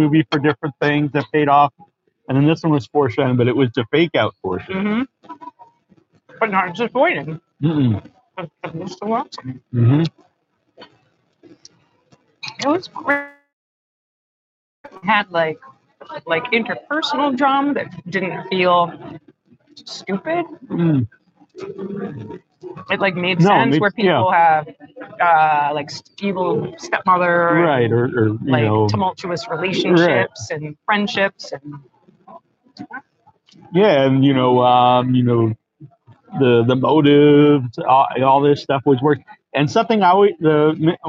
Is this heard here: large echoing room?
no